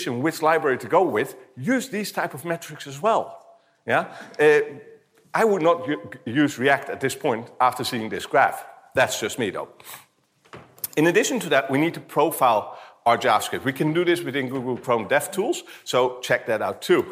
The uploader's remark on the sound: talk from September’s BrightonSEO conference